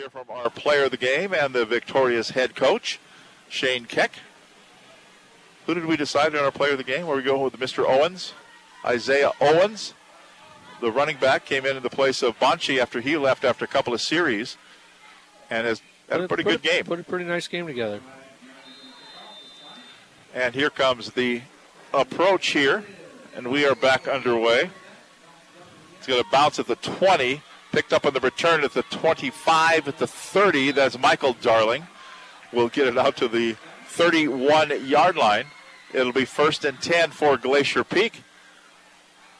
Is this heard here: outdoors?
yes